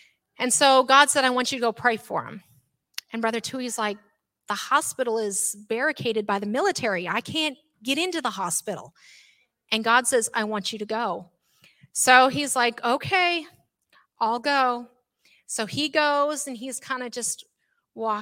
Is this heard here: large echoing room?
yes